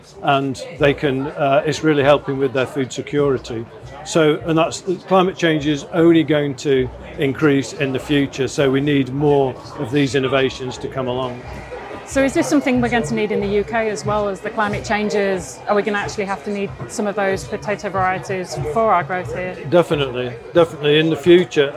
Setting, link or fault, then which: setting, busy venue